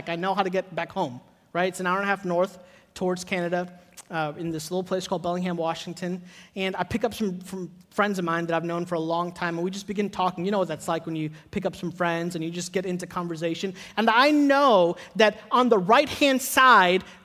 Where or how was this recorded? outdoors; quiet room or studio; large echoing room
large echoing room